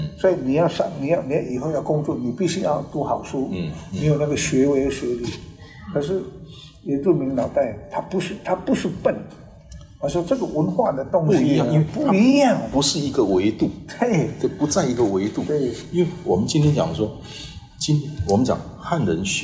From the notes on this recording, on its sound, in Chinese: 本集於住宿公共空間進行錄音，故會出現些許背景音，若影響收聽品質請見諒!